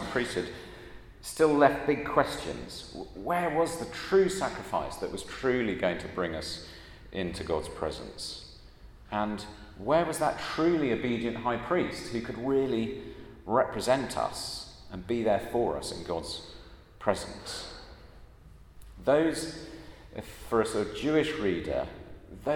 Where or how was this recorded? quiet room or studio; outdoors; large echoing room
large echoing room